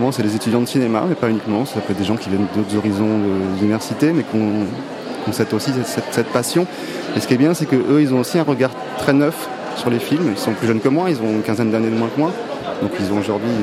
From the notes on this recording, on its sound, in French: Toute cette semaine, nous sommes installés dans le hall du Centre des Congrès, à l’occasion du festival Premiers Plans.